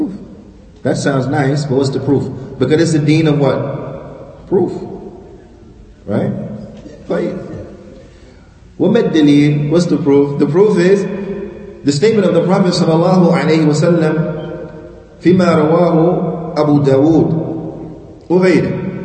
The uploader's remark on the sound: Lecture given at Masjid Nur Allah, Queens, NY